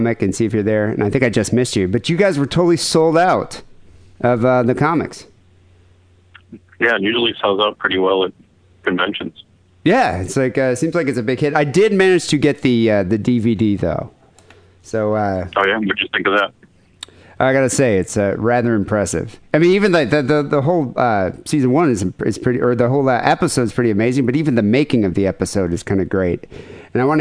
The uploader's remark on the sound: Phone calls.